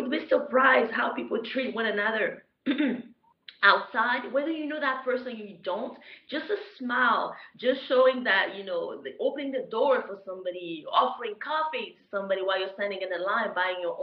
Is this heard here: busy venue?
no